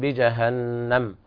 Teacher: الوقف على النون والميم كذلك مع الغنة، إلا أن النون أغن من الميم. بجهنم، الميم طبعا ساكنة لابد من إظهار الغنة فيها فقط وليس غنة بمقدار حركتين.